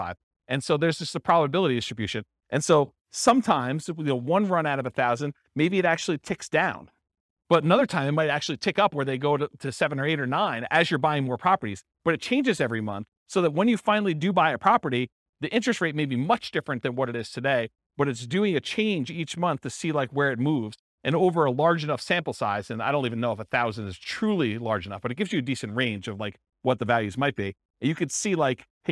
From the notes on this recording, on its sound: This was a live class recorded.